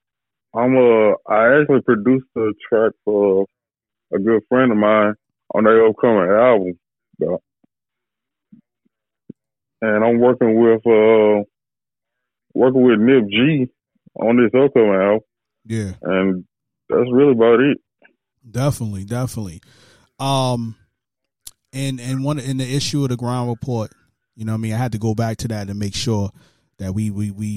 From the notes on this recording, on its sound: Gets on the phone. This time we did it live on Power 107.6 The Truth.